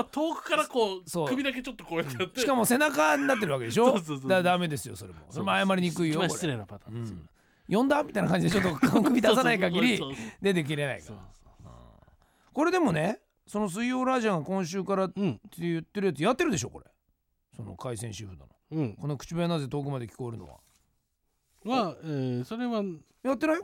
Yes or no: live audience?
no